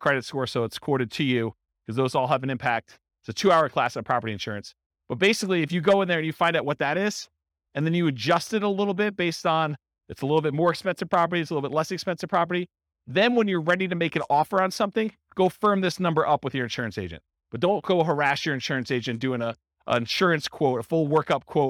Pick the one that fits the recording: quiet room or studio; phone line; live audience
live audience